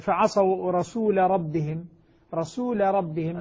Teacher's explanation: اللام في الراء لا تدغم لأن اللام مفتوحة بعد ساكن